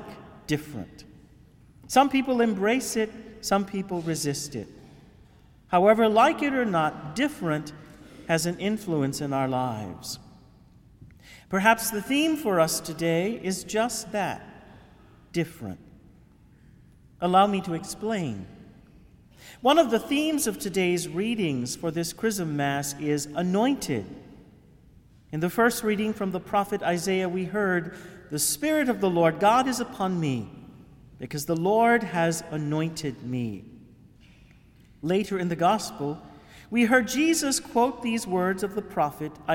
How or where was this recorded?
large echoing room